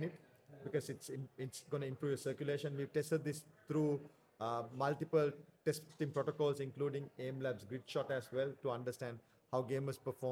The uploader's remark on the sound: hosted LIVE from the EsportsNext 2023 conference